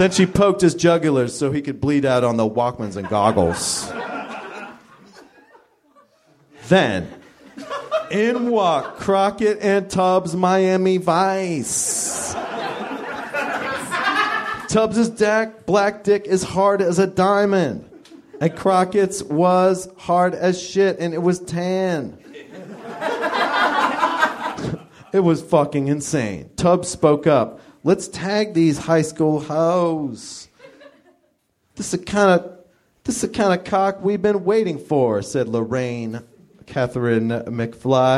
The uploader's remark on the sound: Live from the Nerdmelt Theater in LA